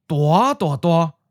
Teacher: The first syllable becomes mid-rising ninth tone.